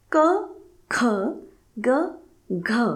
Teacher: क बोलते वक्त मिनिमम ब्रेथ रिलीज होती है और ख बोलते वक्त मैक्सिमम ब्रेथ रिलीज